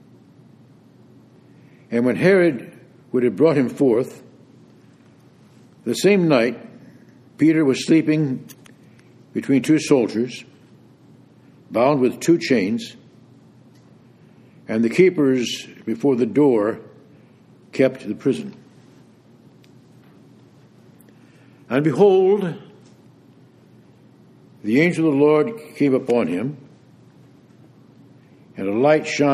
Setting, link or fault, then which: setting, large echoing room